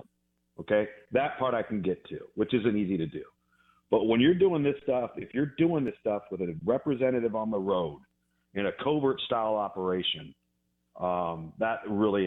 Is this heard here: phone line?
yes